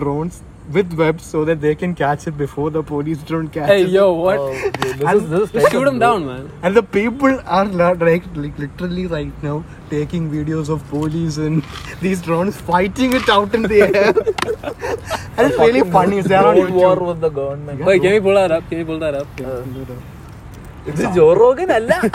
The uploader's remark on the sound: we recorded this episode in a cemetery